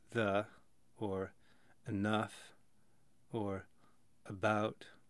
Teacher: These all have that same schwa sound, and it is the home base for a lot of American vowels.